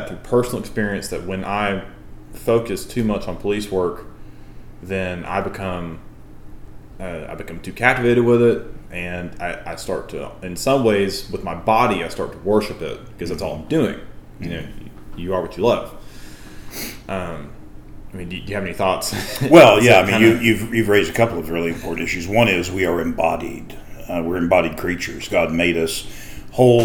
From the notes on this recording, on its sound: I apologize for the lower-quality microphones in this first episode